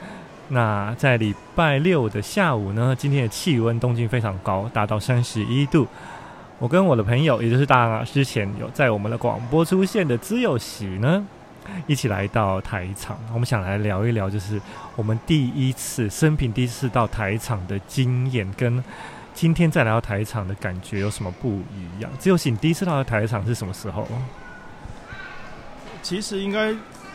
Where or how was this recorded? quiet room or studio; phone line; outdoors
outdoors